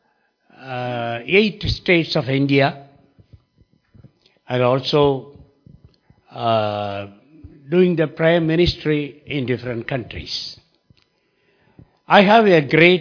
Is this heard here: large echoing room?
yes